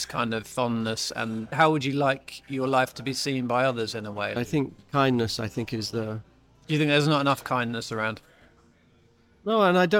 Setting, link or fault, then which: setting, busy venue